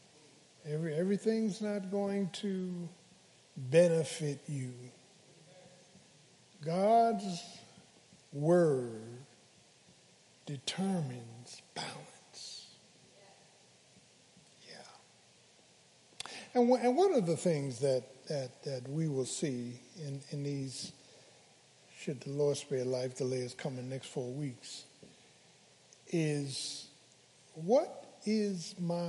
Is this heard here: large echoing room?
yes